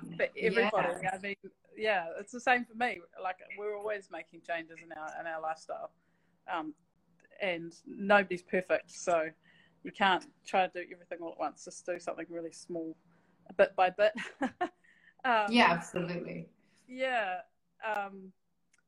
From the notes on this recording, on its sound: live Instagram interview